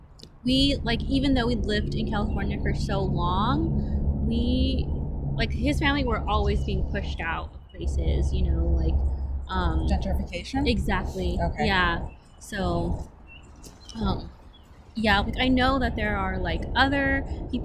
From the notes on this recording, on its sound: Recorded in a park on a warm day